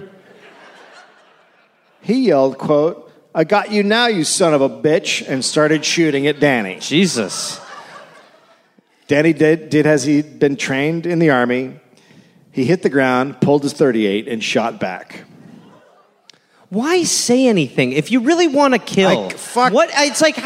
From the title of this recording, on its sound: Live in Cleveland